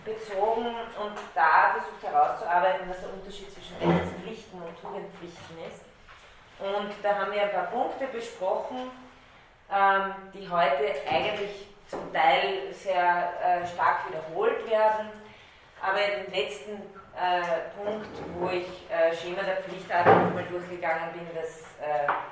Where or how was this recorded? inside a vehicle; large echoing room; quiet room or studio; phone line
large echoing room